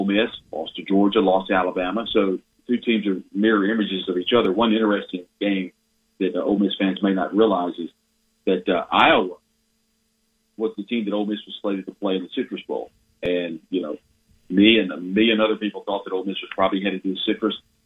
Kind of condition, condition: link, phone line